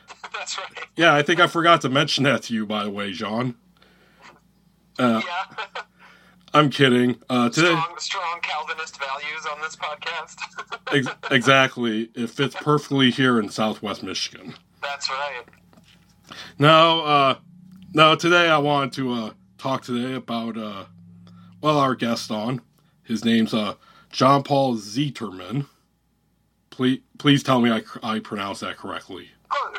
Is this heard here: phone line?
yes